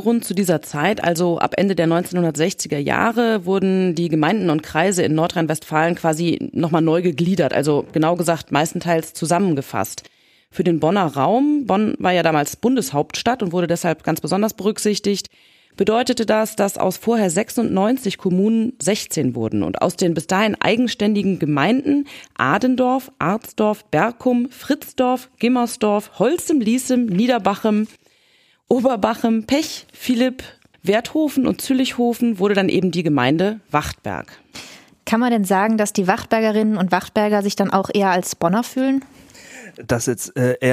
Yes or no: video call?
no